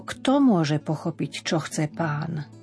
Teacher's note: Opäť nemusí ísť intonácia smerom hore. Nie, nemusí, ale nemala by.